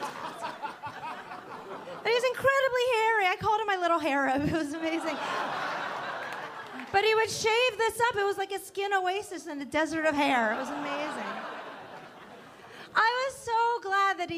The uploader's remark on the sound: Gotham Comedy Live.